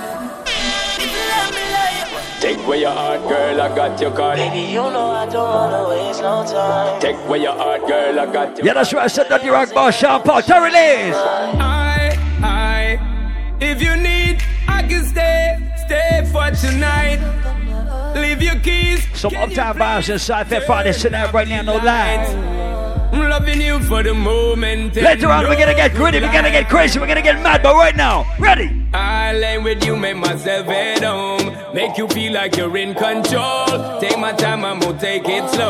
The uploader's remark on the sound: LIVE AT FETE FRIDAYS ON FEBRUARY 3RD